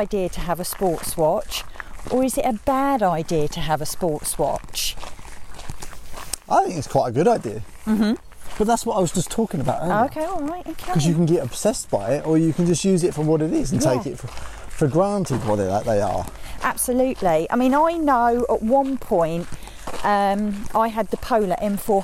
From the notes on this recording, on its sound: walking podcast